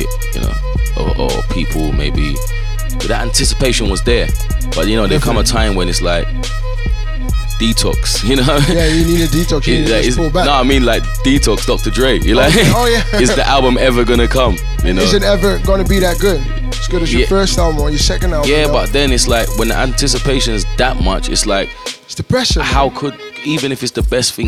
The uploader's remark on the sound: GRIMEYARD pop-up installation live from the Volkshotel, Amsterdam